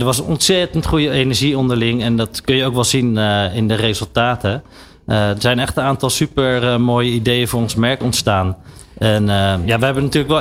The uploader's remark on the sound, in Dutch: New Business Radio live vanuit Cannes. De uitzendingen vinden plaats vanuit de Embassy of Dutch Creativity, de handelsmissie van de Nederlandse creatieve industrie tijdens het 70ste Cannes Lions International Festival of Creativity.